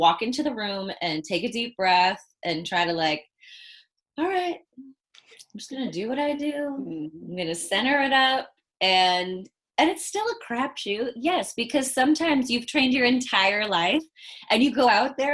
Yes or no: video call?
yes